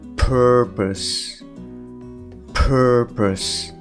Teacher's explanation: で、最初の p は、えー、破裂させて、その後の、えー、er ですね。